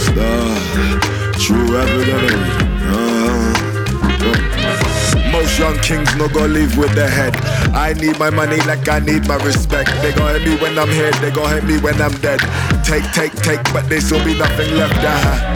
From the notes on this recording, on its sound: Primavera Sound Special. Recorded their show live from the festival.